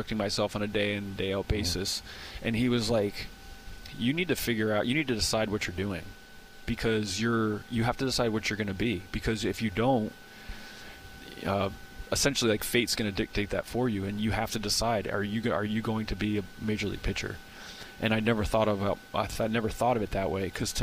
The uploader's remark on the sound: At 2024 Braves Fan Fest.